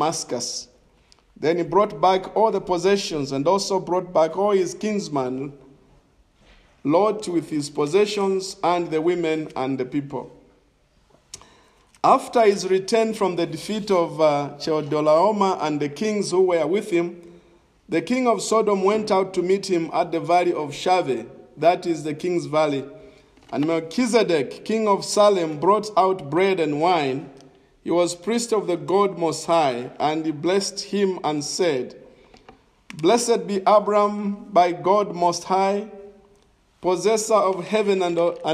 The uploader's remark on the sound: This is a sermon preached in the evening of September 5, 2021 at Crossway Baptist Church